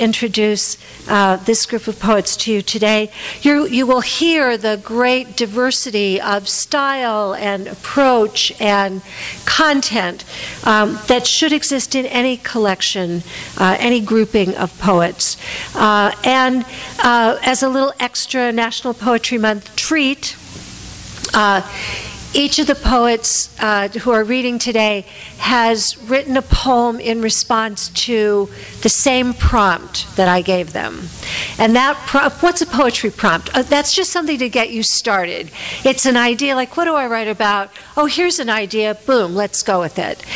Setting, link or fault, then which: setting, live audience